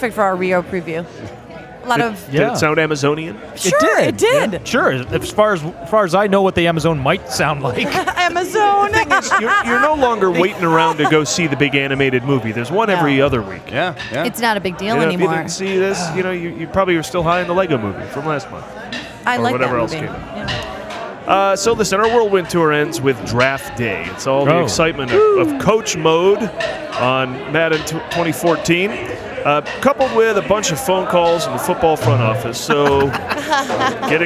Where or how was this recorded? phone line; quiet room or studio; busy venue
busy venue